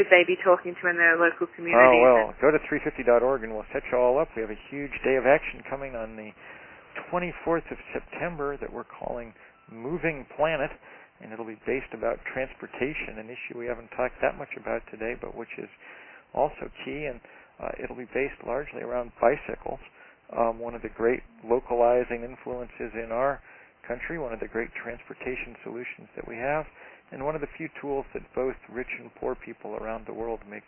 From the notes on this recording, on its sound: Conference call series. Call recorded on July 28, 2011.